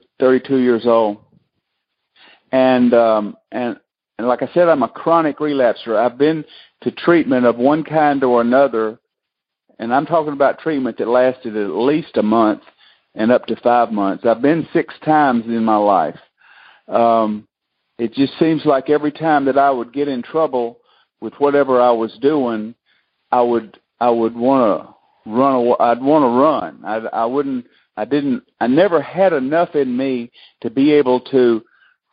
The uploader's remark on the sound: Monday Noon Phone Speakers Series